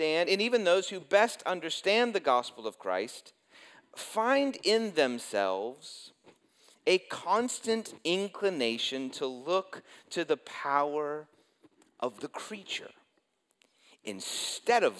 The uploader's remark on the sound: preached this sermon at Covenant Fellowship Church